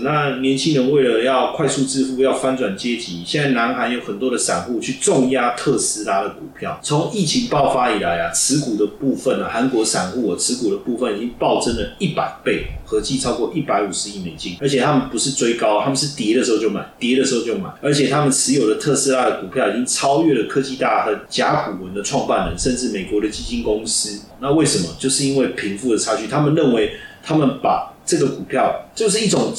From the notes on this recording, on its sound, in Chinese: 本集錄製設備故障聲音品質不佳再請見諒